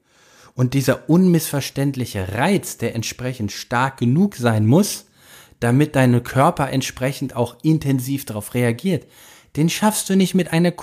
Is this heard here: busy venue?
no